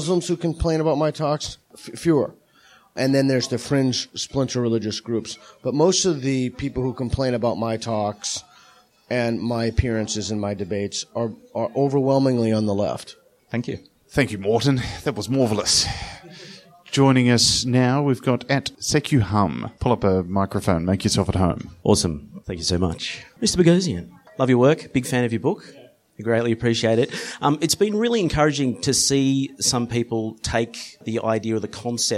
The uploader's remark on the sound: In front of a live audience in Sydney.